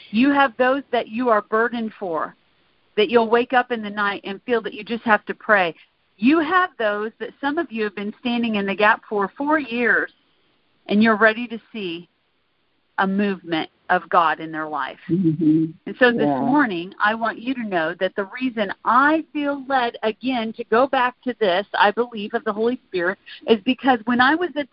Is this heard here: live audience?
no